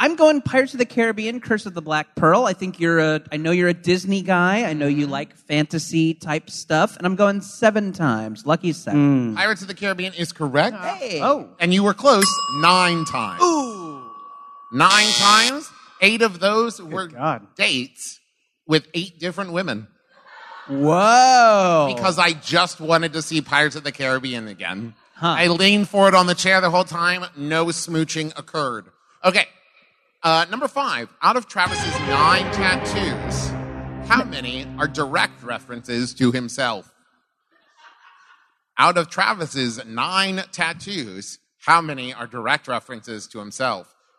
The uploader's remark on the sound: Join me onstage for a live show from the Big Adventure Festival in Costa Mesa, California.